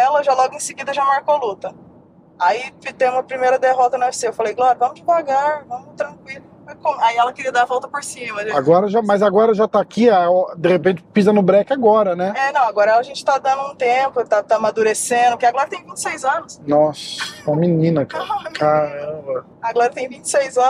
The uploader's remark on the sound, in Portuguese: Demos uma volta pelas ruas de Boa Raton